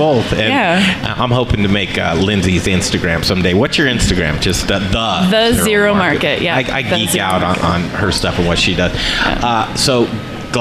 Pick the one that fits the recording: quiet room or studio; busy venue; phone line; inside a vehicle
busy venue